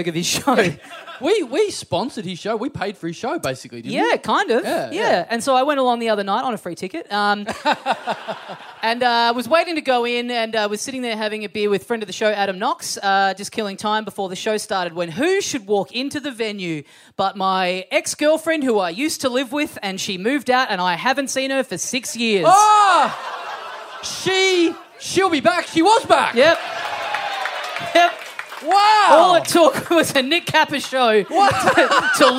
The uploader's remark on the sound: our final Melbourne live show of the month